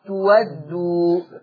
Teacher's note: هتبدل هذه الهمزة المفتوحة بواو مفتوحة، فتقرأ تؤد تقرأ تود، وهي ما فيش إلا في الصفحة دي النهاردة.